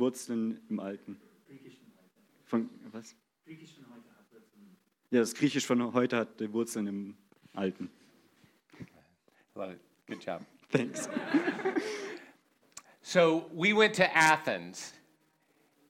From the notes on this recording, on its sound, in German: in der Gemeinde Kaleo Schopfheim aufgenommen